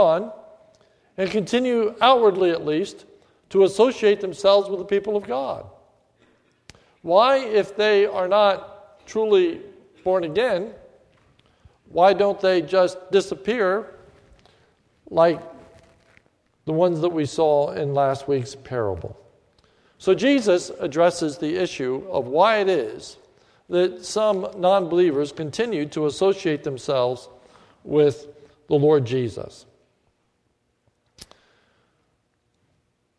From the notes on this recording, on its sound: recorded at the Lebanon Bible Fellowship Church, in Lebanon, PA, on 2/22/2015 during the morning service